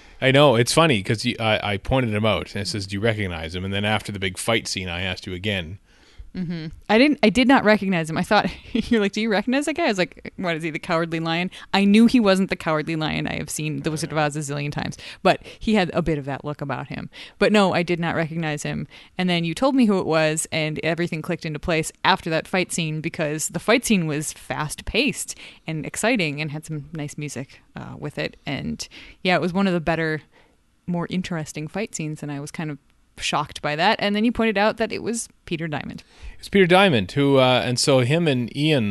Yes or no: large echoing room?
no